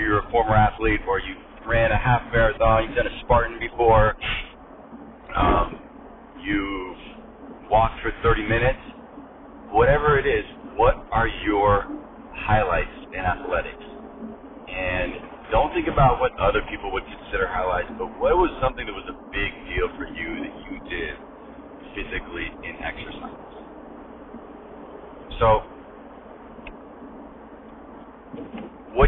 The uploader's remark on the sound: apologies for the sound quality, I was in my car